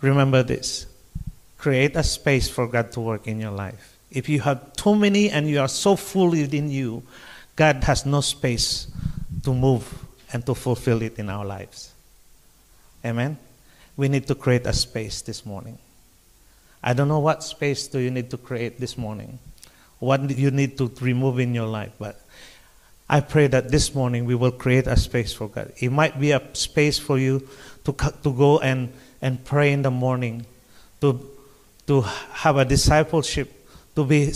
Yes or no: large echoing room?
yes